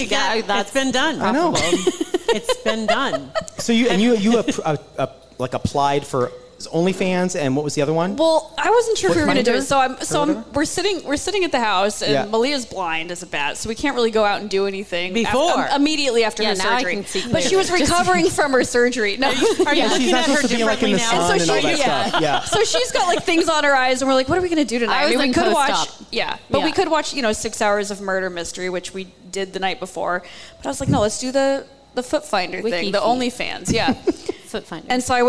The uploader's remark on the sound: Joined us LIVE at Hail Varsity Club on Thursday! It was a sold out show and it was so much fun!